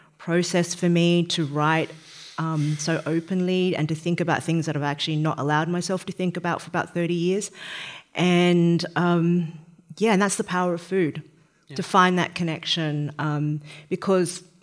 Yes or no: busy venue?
yes